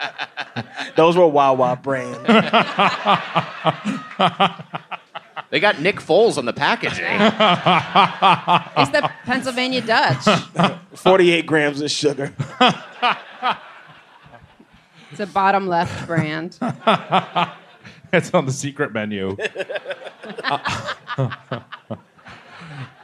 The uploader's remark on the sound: Recorded live at Punch Line Philly on Sept 5th, 2019.